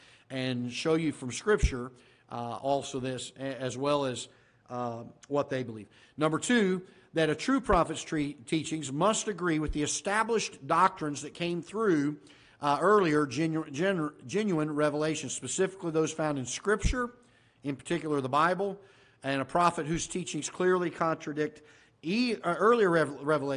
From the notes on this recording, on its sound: Ketha Heights Baptist Church ~ Live Broadcast. This is a live broadcast from the auditorium of Ketha Heights Baptist Church in Festus, Missouri.